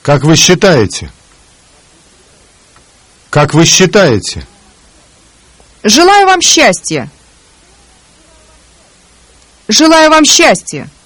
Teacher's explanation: The combination с ч or з ч becomes a longer soft ш sound.